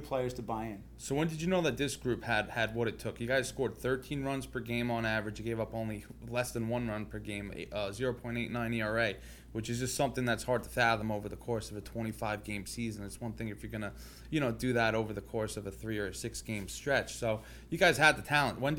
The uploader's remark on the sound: On this episode, we are recording live from LI Field House in Hauppauge, NY joined by two very special guests.